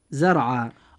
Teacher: والحالة الثانية إذا كانت الراء ساكنة وكان ما قبلها مفتوحا أو مضموما، مثل كلمة زرعة. الراء في كلمة زرعة ساكنة وما قبلها مفتوحا، فيجب أن تفخم هذه الراء عند النطق · Term: التفخيم